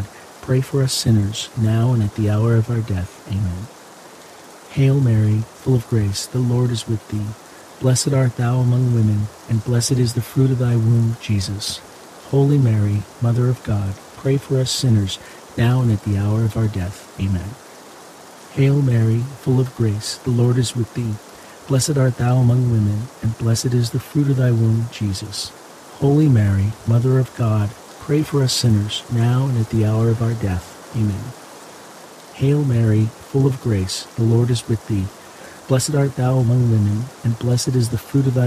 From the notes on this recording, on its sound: HEAVY RAIN. The natural ambient sounds of heavy pouring rain with crackling thunder and lightning will fill your senses with calm and wash away distractions alongside this Monday rosary.